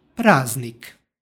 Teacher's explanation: Suglasnička grupa ZDN u ovom primjeru uprošćava se, a prema ekvivalentu koji imamo u srpskom jeziku, dakle praznik.